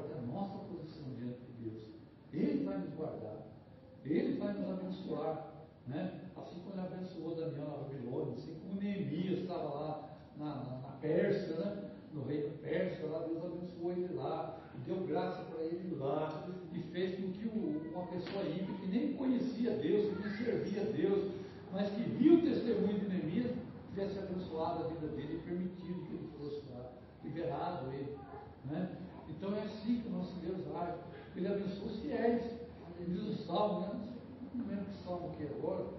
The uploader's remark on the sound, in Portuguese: Mensagem gravada em 19/02/2023 - Culto da Família